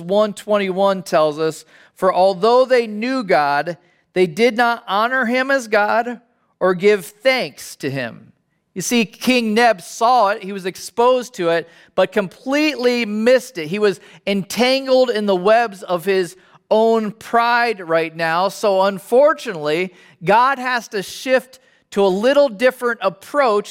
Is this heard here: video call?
no